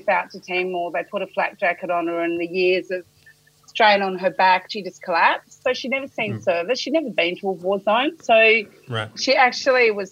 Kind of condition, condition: link, video call